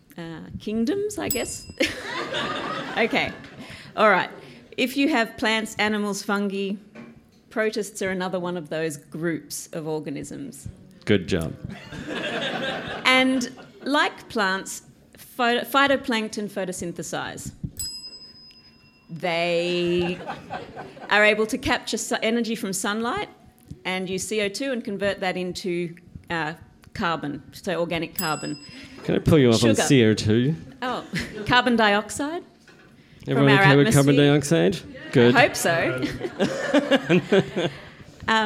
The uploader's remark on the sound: Live from the Django Bar. In Situ Science returned to the Django Bar to celebrate National Science Week and the Sydney Science Festival.